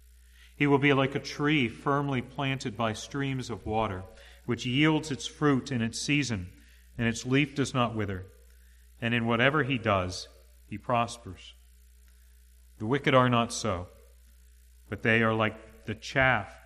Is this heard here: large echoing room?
yes